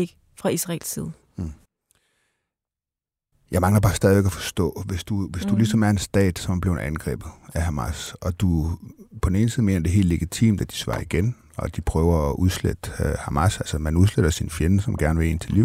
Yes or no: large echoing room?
no